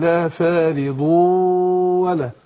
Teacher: الغنة هنا في الإدغام حركتين، لا فارض ولا، لكن ما قلش لا فارض ولا، يبقى أدغمت من غير غنة.